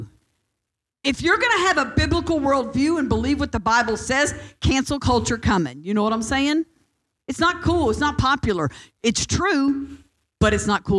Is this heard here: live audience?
yes